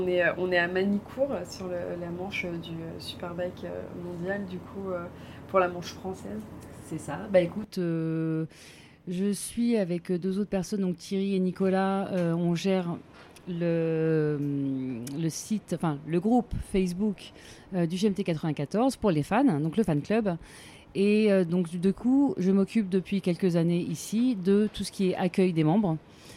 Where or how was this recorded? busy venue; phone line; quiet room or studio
busy venue